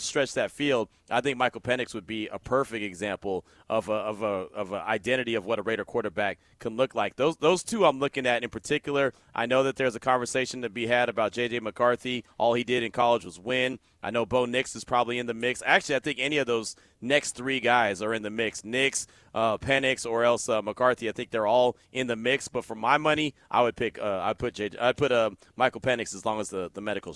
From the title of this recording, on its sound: LIVE FROM THE COMBINE